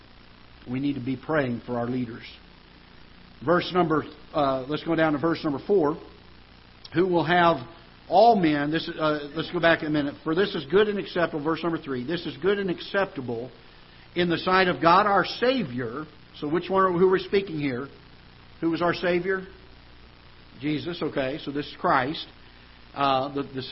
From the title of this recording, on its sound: Ketha Heights Baptist Church ~ Live Broadcast